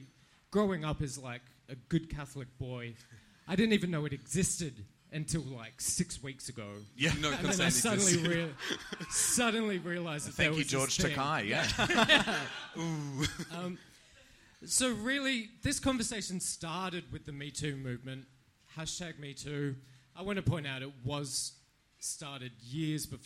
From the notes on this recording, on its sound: The Gays Are Revolting was presented live for the very first time at Midsumma Festival in Melbourne to a sold out crowd of 200 people. Note: part of the recording does distort, apologies.